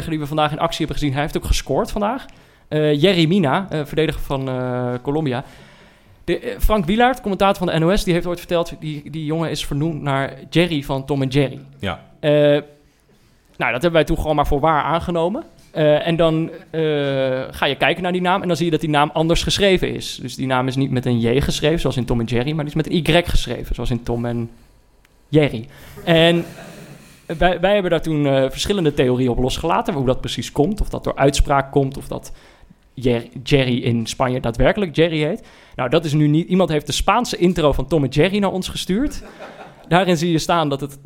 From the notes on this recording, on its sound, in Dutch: In de zaal zitten duizenden mensen